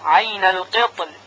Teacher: و در کلمه عین القطر حرف را ساکن در وقت ترقیق میشه، زیرا در وصل هم ترقیق میشه، عین القطری در وصل و عین القطل در وقف.